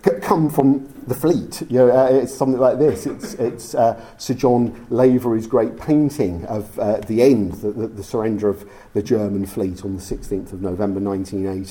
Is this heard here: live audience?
yes